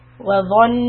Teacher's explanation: Hold the noon. غنة for two counts. وظنوا. Stretch the vowel.